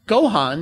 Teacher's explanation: the word you say ends with that syllabic n sound